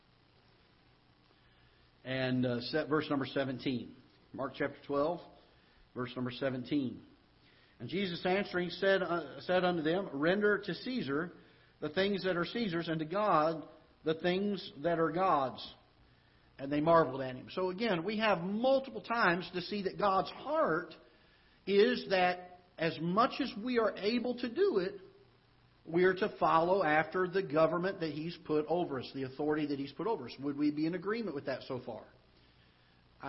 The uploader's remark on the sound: Ketha Heights Baptist Church ~ Live Broadcast